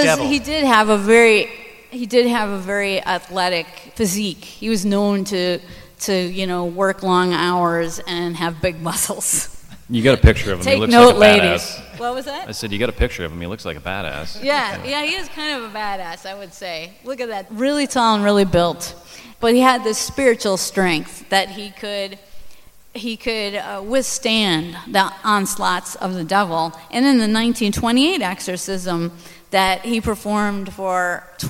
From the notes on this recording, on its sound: Live from the Milwaukee Paranormal Conference. Recorded live at the Irish Cultural and Heritage Center in downtown Milwaukee.